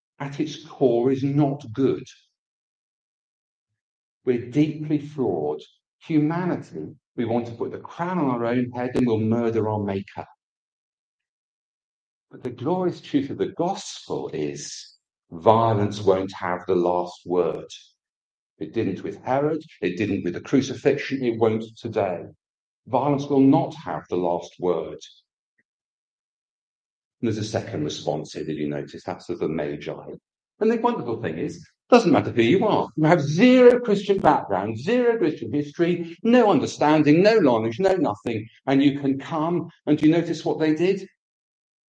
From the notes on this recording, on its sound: This service came from our Church Centre so the sound quality is not as good as normal.